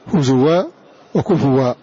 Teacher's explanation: فحفص يبدل هذا الهمز سواء وصله أو وقف عليه فإنه يبدله واوا